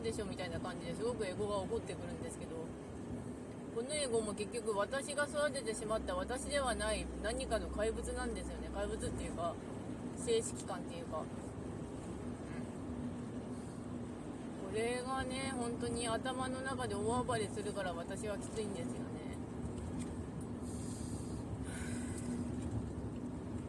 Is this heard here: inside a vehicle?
yes